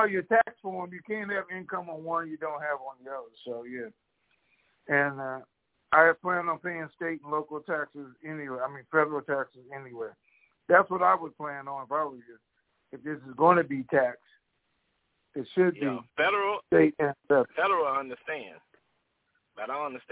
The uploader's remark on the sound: TNTSuperfantastic Conference Call